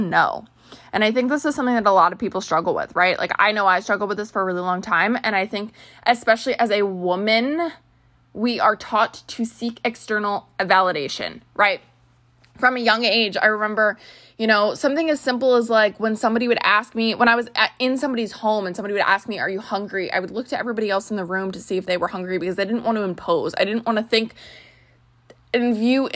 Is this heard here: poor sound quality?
no